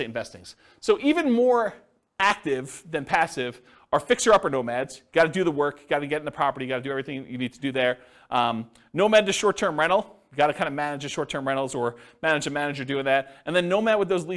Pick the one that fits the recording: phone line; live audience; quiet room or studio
live audience